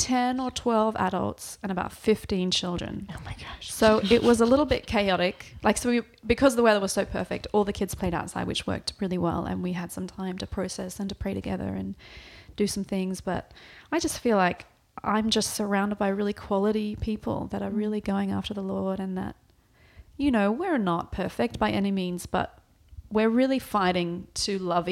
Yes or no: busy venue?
no